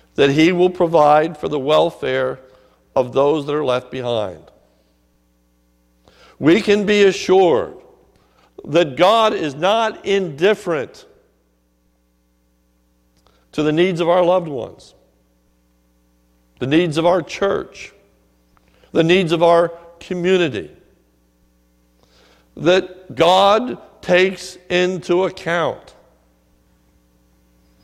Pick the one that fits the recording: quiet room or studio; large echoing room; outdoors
large echoing room